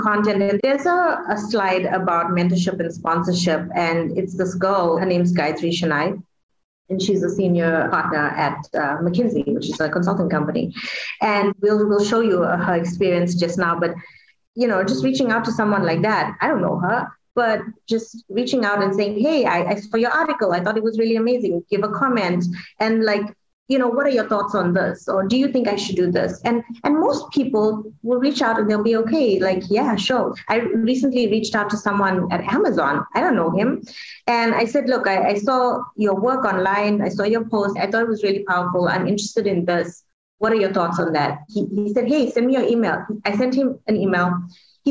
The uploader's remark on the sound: Woman in Mining Webinar Series 1.